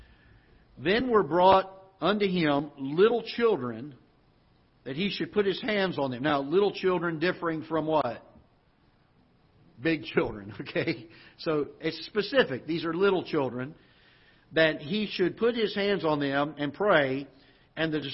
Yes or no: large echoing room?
yes